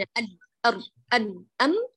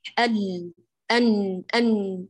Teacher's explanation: هذه الحروف بينية يعني أطول زمنا من الشديدة · Shown in: second take